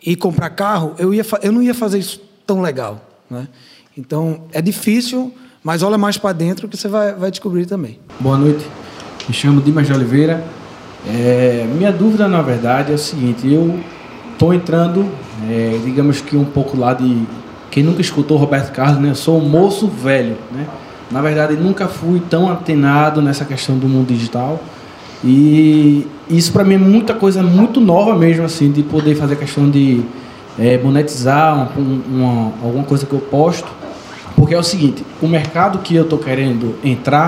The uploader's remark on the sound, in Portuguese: Gravação AO VIVO